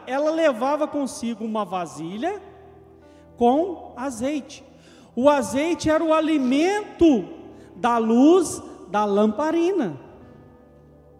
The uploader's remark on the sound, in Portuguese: Gravado ao vivo na igreja.